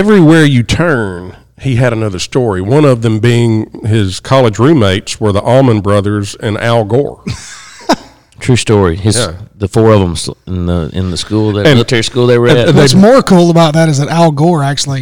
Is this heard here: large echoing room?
no